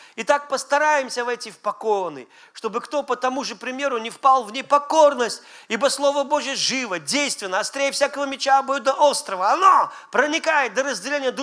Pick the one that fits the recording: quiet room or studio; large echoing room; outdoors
large echoing room